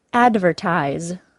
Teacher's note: advertise is stressed on the first syllable, ad, because it is the third from the last syllable of the word